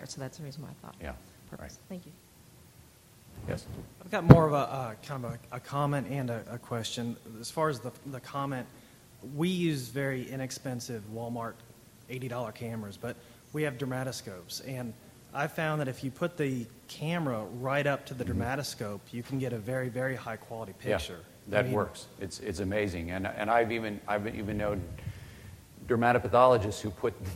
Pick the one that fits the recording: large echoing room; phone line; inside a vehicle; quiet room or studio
large echoing room